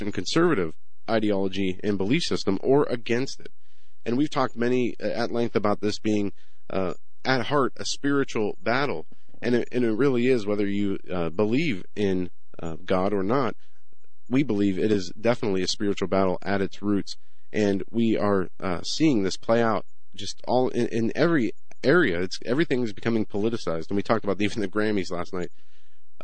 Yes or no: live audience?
no